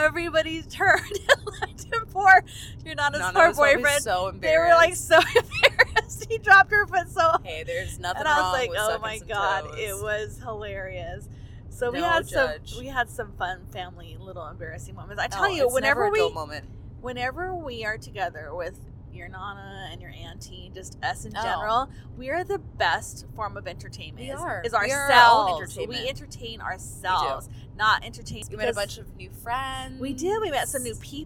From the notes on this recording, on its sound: We recorded this episode while on the road home from our mini-family vacation to Mexico!